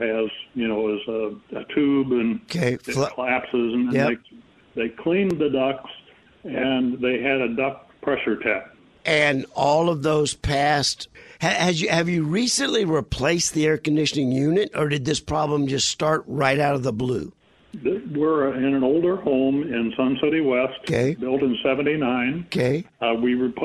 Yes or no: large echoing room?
no